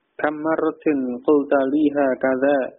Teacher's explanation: intonasinya, nada mengucapkannya juga disesuaikan. Ya. Dengan tanda seru berarti agak apa? Agak meninggi ya.